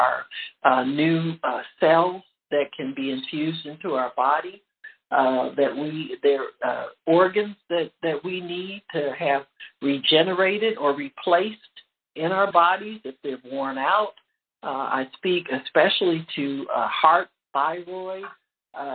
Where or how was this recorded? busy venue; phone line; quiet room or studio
phone line